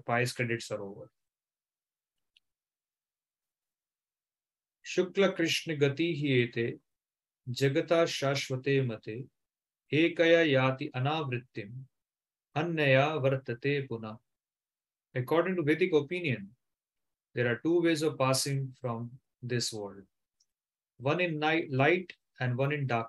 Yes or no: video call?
yes